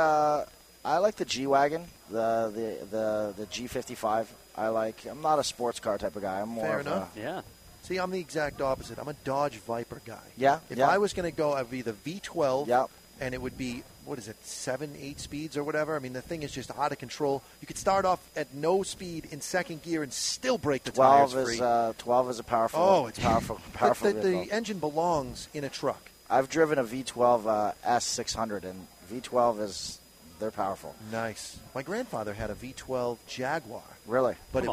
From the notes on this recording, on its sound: Two Guys Smoke Shop 28th Anniversary PARTY! Live from an undisclosed location, it's Two guys Smoke Shop's 28th Anniversary...